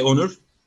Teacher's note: Like when I say Onur, I actually made it sound like what an Anglophone would say. I'd usually say Onur, and you'd hear a sh sound at the end.